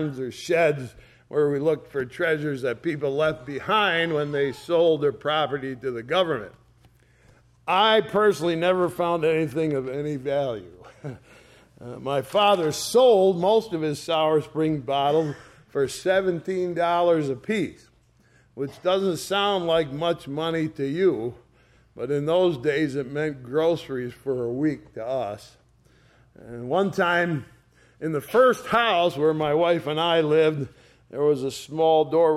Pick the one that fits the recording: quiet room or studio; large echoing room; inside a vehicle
large echoing room